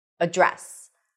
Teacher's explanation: However, when you use this word as a verb, I'm going to address this issue. You can only use one pronunciation, and that is address. Stress is on the second syllable.